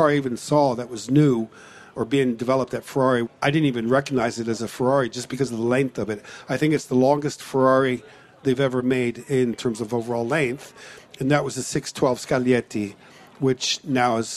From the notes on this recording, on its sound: live from the Concours of Elegance